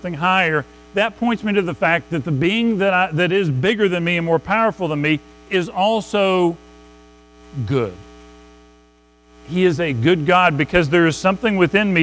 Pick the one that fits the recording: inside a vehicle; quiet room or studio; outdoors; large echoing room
large echoing room